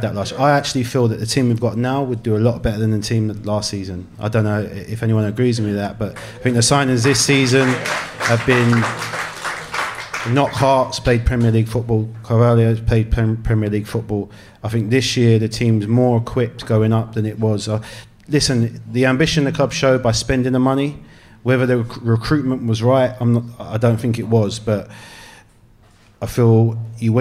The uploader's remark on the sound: Welcome to Fulhamish's first ever live podcast, recorded in the Old Suffolk Punch in front of a sold out audience!